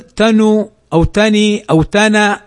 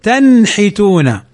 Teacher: فنظهر النون ونظهر الحاء، والحاء من حروف الإظهار · Shown in: second take · هذا مثال النون الساكنة مع الحاء في حرف، في كلمة واحدة.